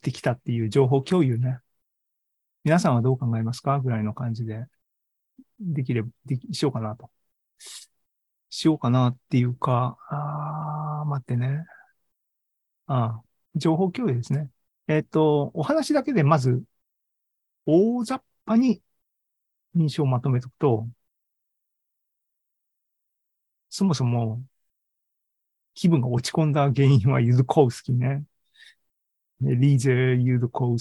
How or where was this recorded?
video call